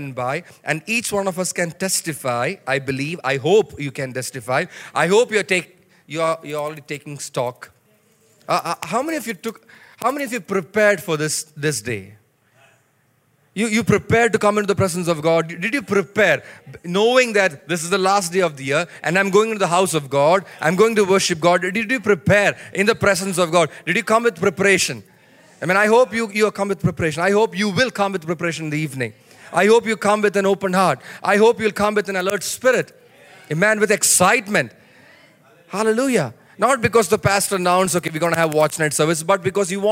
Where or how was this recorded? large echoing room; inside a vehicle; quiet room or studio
large echoing room